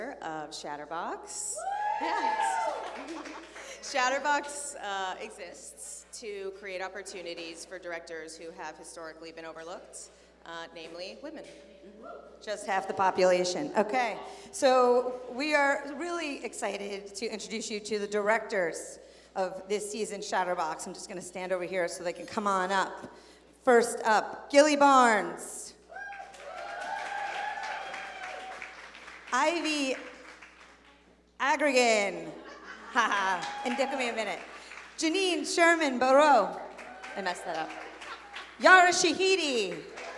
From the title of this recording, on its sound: New Hollywood Live at TIFF 2018